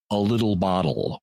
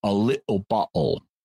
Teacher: You can hear it, a glottal stop, in the Cockney pronunciation of the phrase a little bottle · Shown in: second take · where it gets pronounced a little bottle.